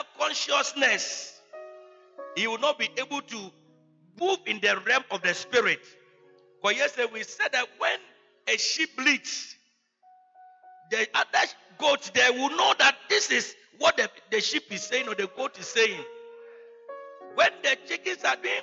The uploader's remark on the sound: He Gave Gifts Unto Men Convention. Preached at the Good Shepherd Cathedral, Loyalty House International. Community 22 - Tema.